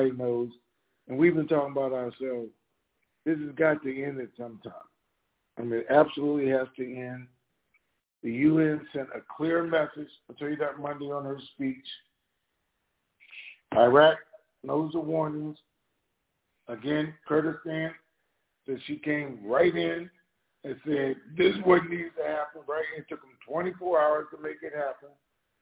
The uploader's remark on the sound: Conference Call